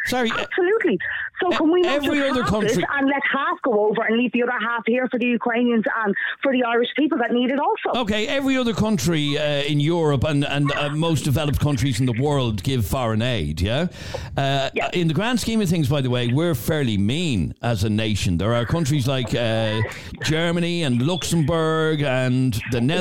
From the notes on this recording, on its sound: Live on air. One woman called in to tell us her story.